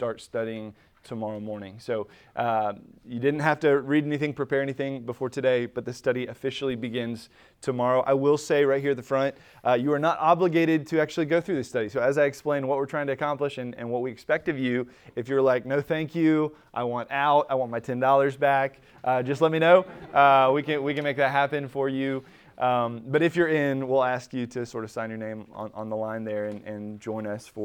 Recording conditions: large echoing room